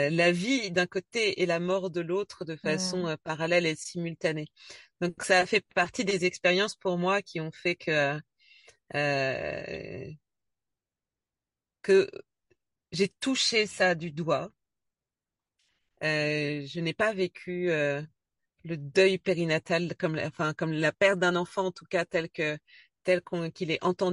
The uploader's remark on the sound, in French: Elle se trouve d’ailleurs en Angleterre dans son bus lors de notre enregistrement.